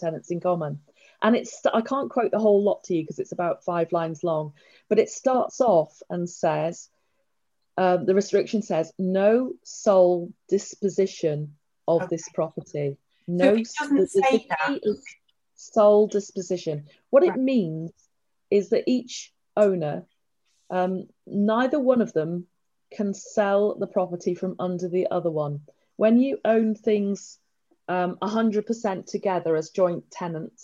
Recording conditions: video call